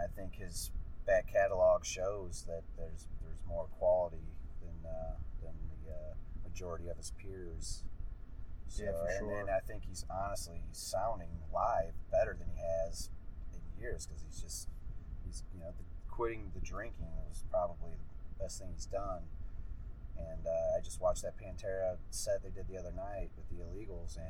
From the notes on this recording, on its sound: so as with most of our mobile interviews the sound isn't perfect